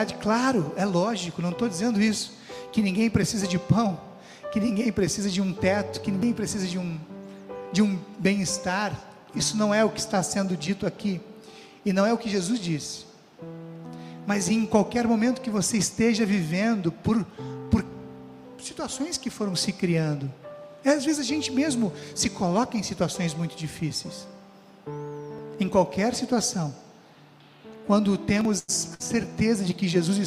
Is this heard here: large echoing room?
yes